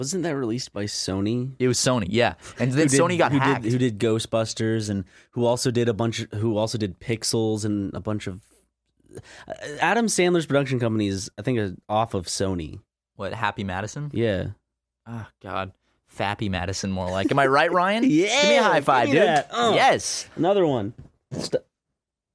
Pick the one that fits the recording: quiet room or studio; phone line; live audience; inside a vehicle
quiet room or studio